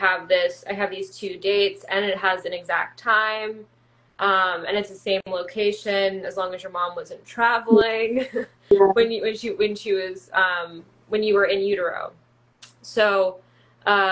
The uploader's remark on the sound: This episode is the audio from an Instagram Live